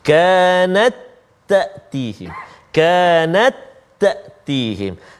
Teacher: Jangan baca kanat. Tak ada bunyi ta, tak ada. Dia terus masuk kepada ta yang kedua. · Term: masukkan bunyi ta